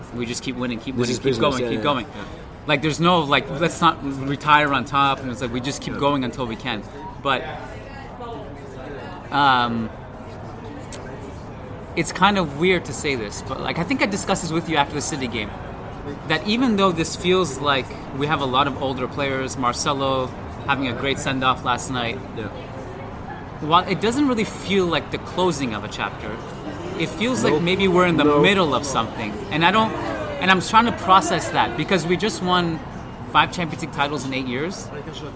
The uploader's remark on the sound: This podcast was recorded in a beautiful outdoor patio in Paris on Sunday evening